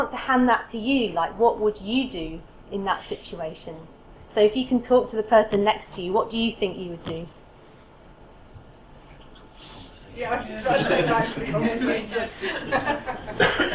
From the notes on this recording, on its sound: speaks at SRHE Joint OFFA and SRHE Access and Widening Participation Network Event